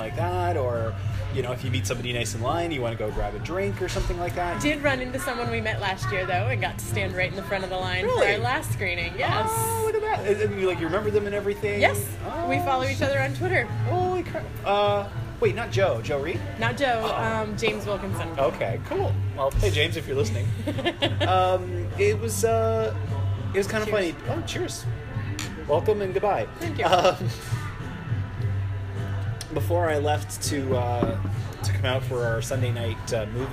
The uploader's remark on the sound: We turn the mic on again and give you more action on the scene from the 41st annual Toronto International Film Festival.